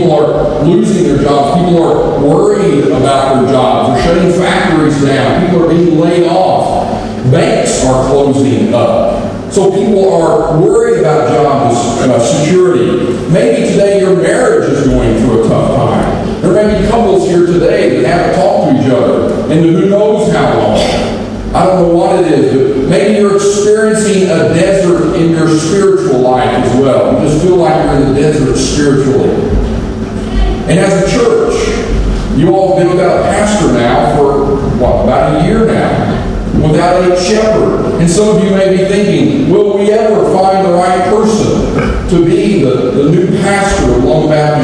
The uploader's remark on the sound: Apologies for the unusually poor audio quality! Apologies for the poor sound quality today!